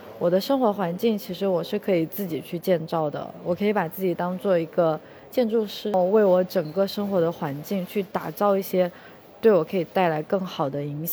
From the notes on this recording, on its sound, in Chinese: 这一期在克罗地亚的杜布罗夫尼克机场录制